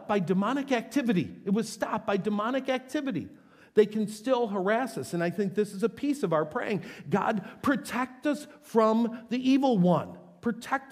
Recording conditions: large echoing room